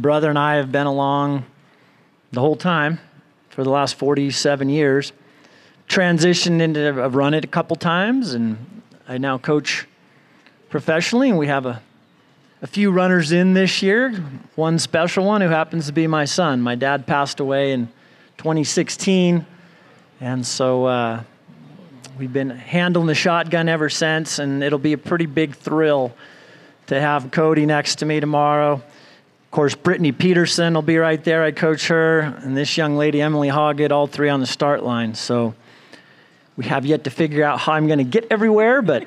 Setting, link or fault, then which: setting, outdoors